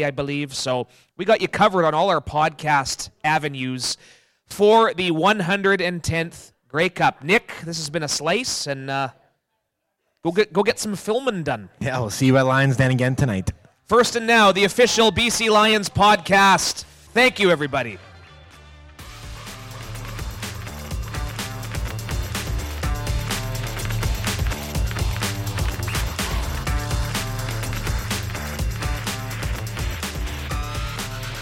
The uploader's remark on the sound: Live From Lions Den In Hamilton